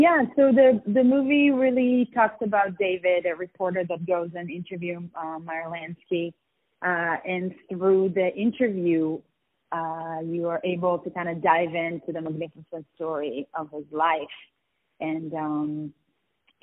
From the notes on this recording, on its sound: On the phone